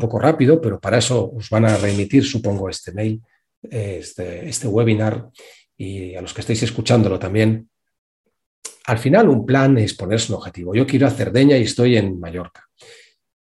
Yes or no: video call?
yes